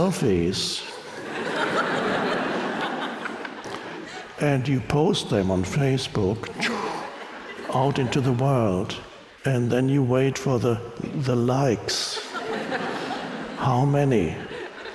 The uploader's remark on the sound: Talks to an audience in Budapest, Hungary. The crowd erupts with laughter and applause when he speaks a few words in Hungarian.